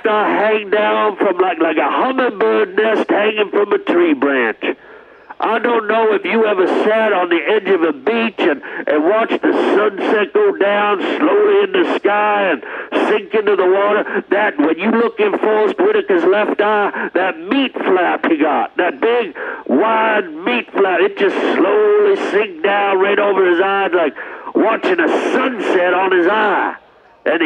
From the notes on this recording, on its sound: Listener phone calls.